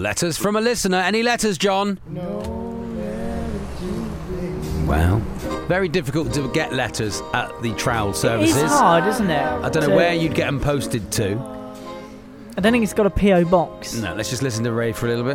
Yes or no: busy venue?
yes